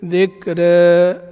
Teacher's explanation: لابد تقليل الألف هذه لا نقتصر على ترقيق الراء فقط. ذكرى ذكرى لابد من ترقيق تقليل الألف.